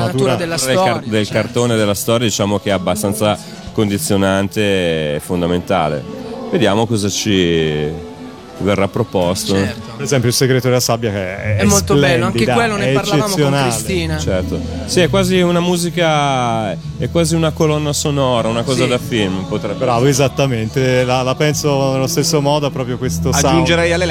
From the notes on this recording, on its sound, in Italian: Direttamente da Lucca Comics & Games 2011